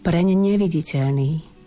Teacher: Potom pozor opäť. Dve N, mäkké N za sebou.